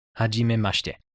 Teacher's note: Also, die Silben sind Ha-Ji-Me-Ma-Shi-Te. Und das I bei Ma-Shi-Te wird oft verschluckt